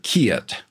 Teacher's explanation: you'll often hear kit which is like key it, two vowels, E and I, going together.